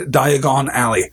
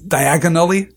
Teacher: I have put the stress on the last syllable of Diagon because it sounds more, I don't know, wizardy. · Shown in: first take